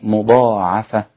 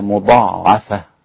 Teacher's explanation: على التخفيف، تخفيف العين لا تشديدها · Shown in: first take · ولكن هناك من القراء من قرأ بتشديدها عند حفص كما نعلم، وعلى حسب التشكيل الموجود في المصحف هكذا مضاعفة، نعم، وهي قراءة الأكثر.